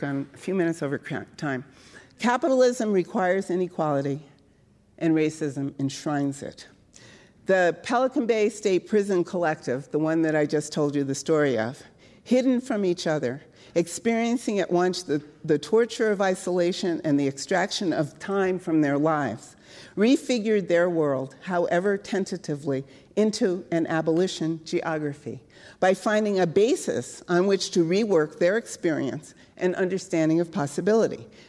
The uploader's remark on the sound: Recorded at the Lensic Theater in Santa Fe, New Mexico on April 17, 2019.